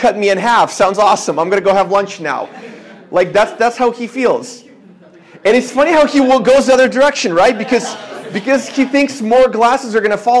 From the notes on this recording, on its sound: This is a sermon I preached at my church